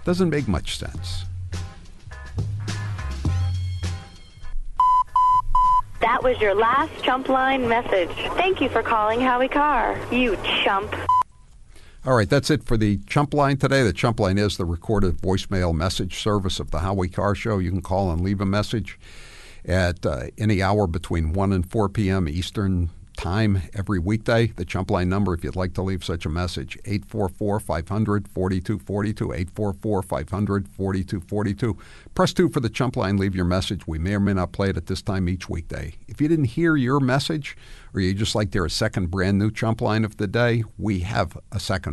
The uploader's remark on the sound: Callers weigh